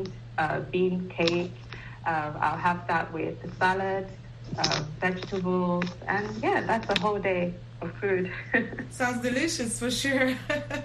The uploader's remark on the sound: Health Chat is a live call-in program that addresses health issues of interest to Africa. The show puts listeners directly in touch with guest medical professionals.